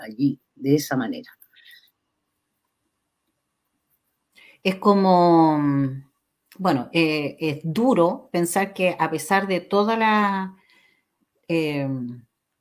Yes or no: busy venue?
no